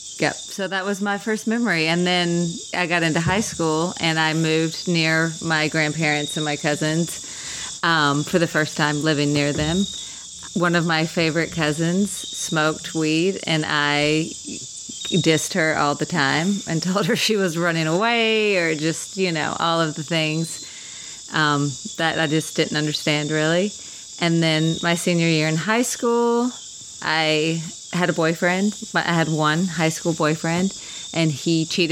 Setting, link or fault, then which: setting, outdoors